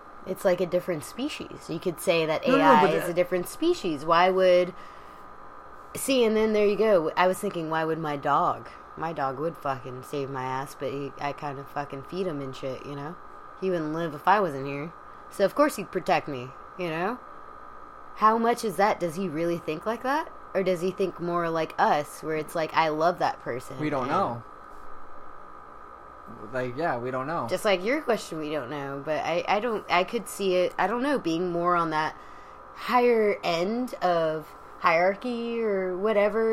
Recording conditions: background noise